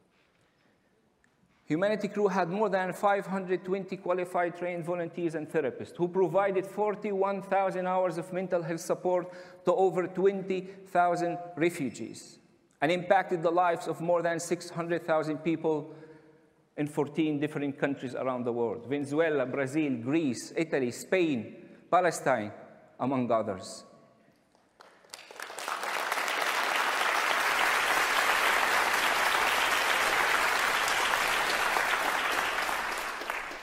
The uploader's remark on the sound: recorded at the 2021 Oslo Freedom Forum